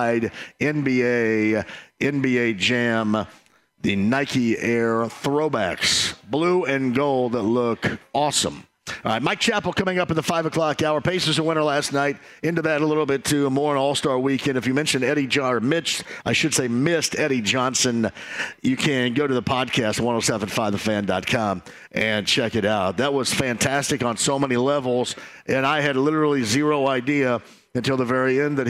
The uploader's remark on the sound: Live from Brothers downtown. Taking some comments and questions from listeners online!